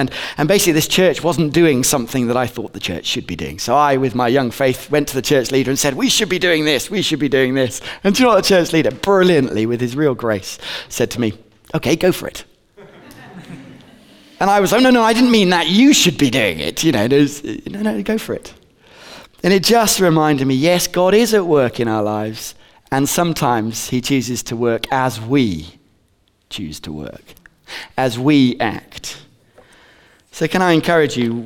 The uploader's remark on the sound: Recorded on 22/11/15 at Bournville gathering